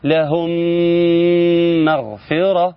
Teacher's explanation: طيب، ناخد مثال تاني، لهم مغفرة، لهم مغفرة، يبقى واجب عليك إن شاء الله الميم الساكنة في لهم أتى بعدها ميم متحركة في كلمة مغفرة، وجب الإدغام إن تاخد الميم الأولى وتدخل في الميم الثانية